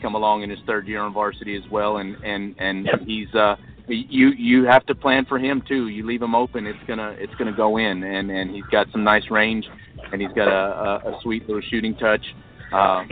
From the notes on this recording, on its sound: Rowlett Eagles vs Richardson Eagles Live From Richardson Texas - Texas State basketball Play-by-Play!